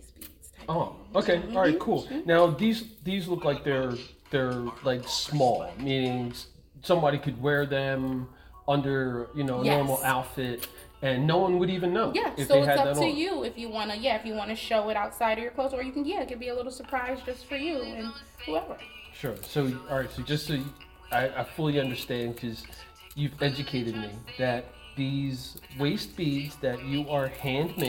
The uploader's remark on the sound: Captured at HUB-13 13 West Front Street Trenton NJ